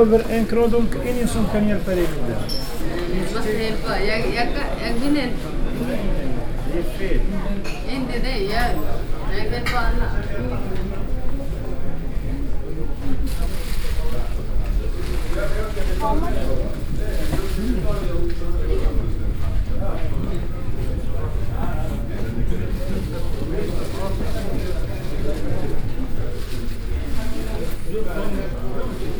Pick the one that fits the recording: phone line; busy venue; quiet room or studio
busy venue